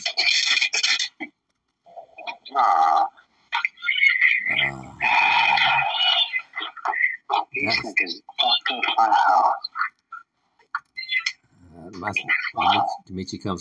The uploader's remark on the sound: Uncensored Phone Call with my Son.